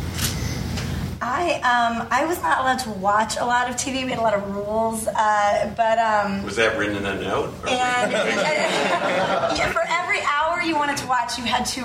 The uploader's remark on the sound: Recorded June 2, 2012 at the ATX Television Festival, Austin TX